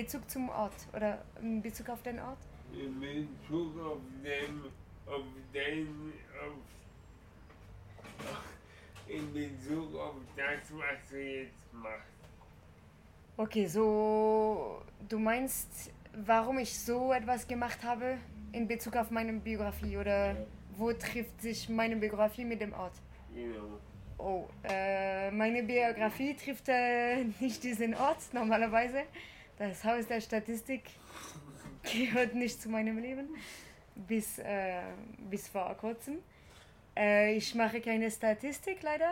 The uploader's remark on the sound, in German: Bei dem Theaterfestival des Nie-Theaters. Sie erzählte mir, dass sie eine Performance extra für diesen Ort entwickelt hat.